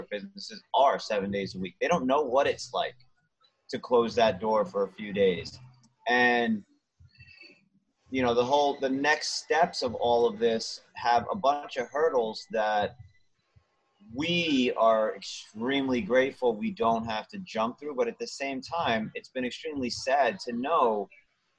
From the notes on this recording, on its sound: Recently talked with the founders of Jane Motorcycles on Zoom.